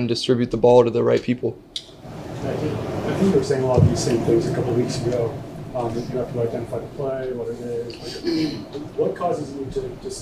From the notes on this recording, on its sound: Addresses the media during his press conference at Gillette Stadium on Wednesday, October 4, 2023.